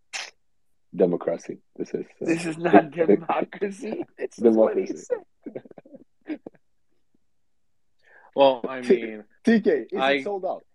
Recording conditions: video call